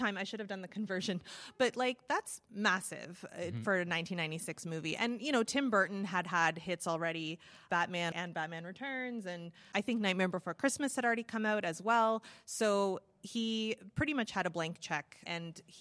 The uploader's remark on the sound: Repodcasting is back with a brand new LIVE EPISODE! Recorded on site at Calgary Expo.